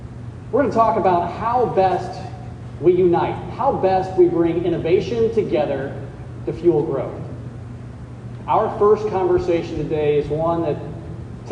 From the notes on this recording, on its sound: AgriNovus hosted a panel discussion at Indiana's first Global Economic Summit last week and we've got the full session right here.